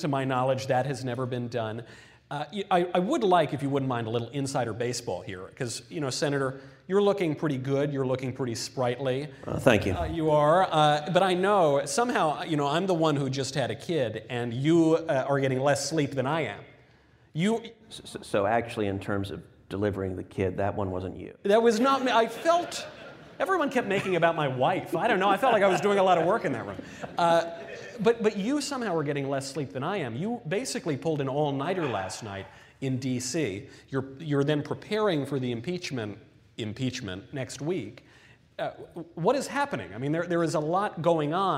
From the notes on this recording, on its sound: LIVE from Miami at YAF’s Freedom Conference. Audience members from across the country ask their questions in a special live mailbag segment.